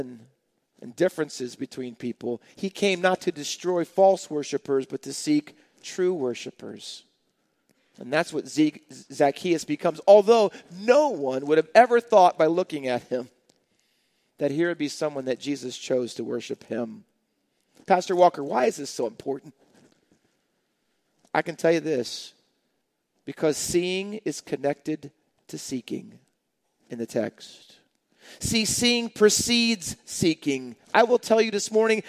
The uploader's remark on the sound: Faith Baptist Church in Hamilton, NJ.